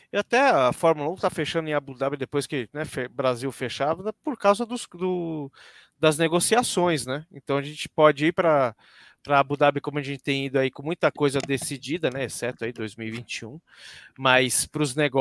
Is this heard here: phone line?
no